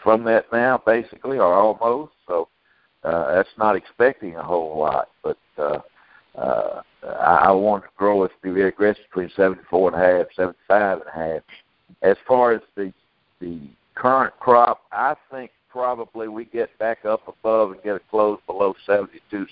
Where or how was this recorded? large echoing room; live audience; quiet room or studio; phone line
phone line